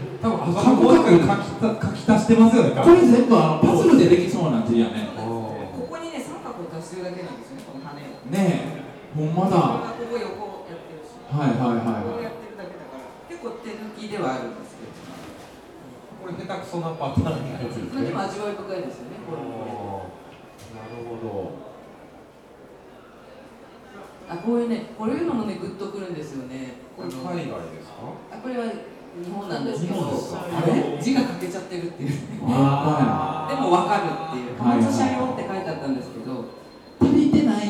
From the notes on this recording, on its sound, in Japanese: 今回も特別編として、2018年春に開催された、文具と紙と暮らし市での、ホジラジ公開収録をお届けします。